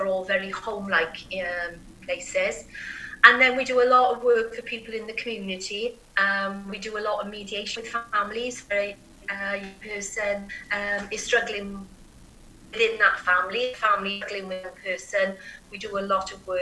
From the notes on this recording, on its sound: Recording interviews is a somewhat different process and experience these days. Recorded over the Zoom app.